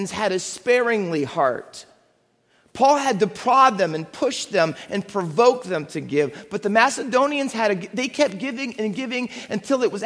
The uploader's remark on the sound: Faith Baptist Church in Hamilton, NJ.